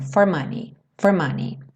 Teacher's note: pelo ritmo da música, o for é bem rapidinho